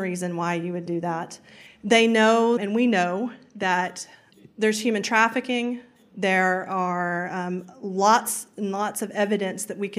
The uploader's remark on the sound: CrimeCon UK Live Session